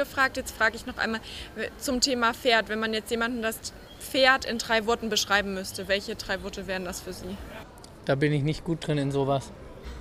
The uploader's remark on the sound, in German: Der Podcast wurde im Zuge des CHIOs in Aachen 2023 aufgenommen.